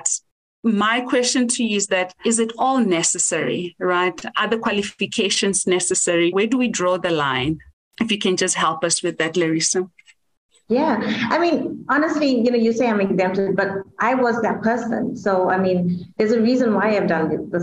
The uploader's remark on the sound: Woman in Mining Webinar Series 1